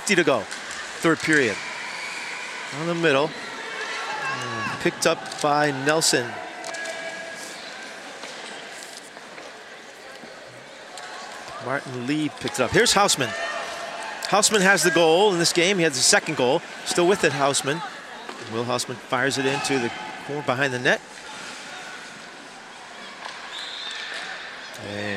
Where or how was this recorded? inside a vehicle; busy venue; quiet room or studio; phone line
busy venue